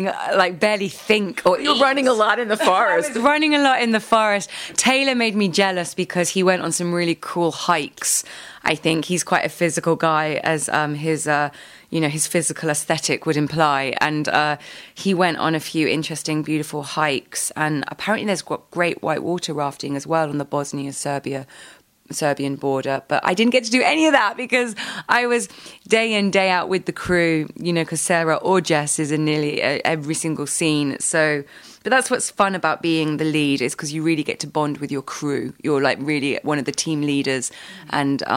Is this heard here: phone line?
no